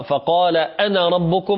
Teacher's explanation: هذا المد طبيعي يكتب ولكن لا يمد، وتلاحظون في بعض المصاحف يوجد فوقها صفر، يعني صفر من لا يوجد مد.